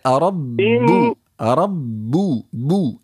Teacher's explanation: الباء العربية هي جهرية زيادة على شدتها، الباء غير العربية شديدة شديدة لكنها ليست جهرية